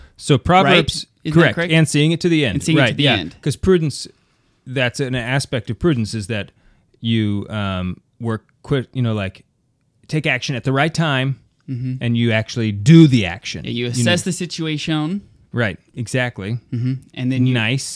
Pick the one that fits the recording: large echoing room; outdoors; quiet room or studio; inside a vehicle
quiet room or studio